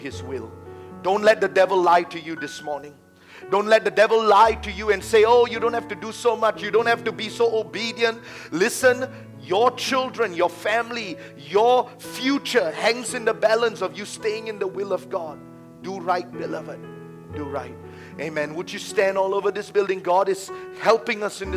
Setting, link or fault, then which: setting, large echoing room